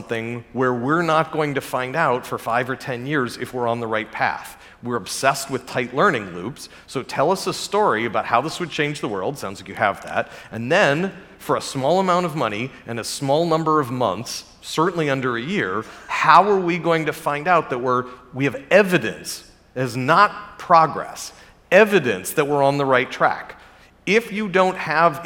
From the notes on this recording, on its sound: recorded during the 2022 Abundance360 summit